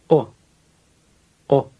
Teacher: It's not a long English O, but rather sounds much shorter